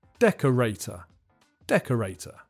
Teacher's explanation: The main stress is on the first syllable, and there's a secondary stress on the third syllable.